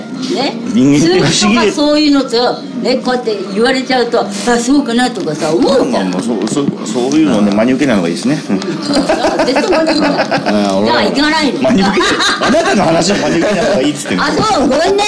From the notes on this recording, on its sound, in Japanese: まさかの地元収録なゲスト回！地元のカラオケ居酒屋で真夜中のノリで収録！ノー台本、ノー編集でここまで上手く収録できるとは思いませんでした！！